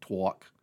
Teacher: The glide insertion, that's adding a W in words like talk to make it twalk